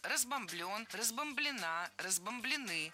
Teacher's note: Обратите внимание, ни в одной форме корень не ударяем.